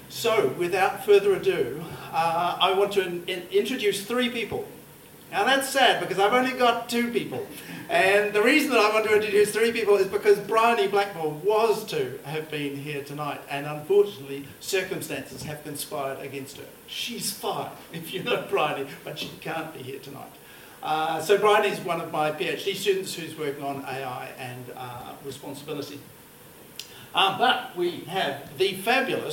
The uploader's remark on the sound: Live recording from NZISF 2023. This talk was recorded live. As part of the New Zealand International Science Festival.